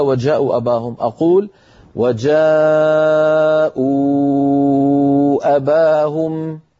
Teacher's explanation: أمد المنفصل خمس حركات ووصلت إلى وجاءوا أباهم أقول وجاءوا أباهم أمد خمس حركات أخذت المنفصل وأهملت البدل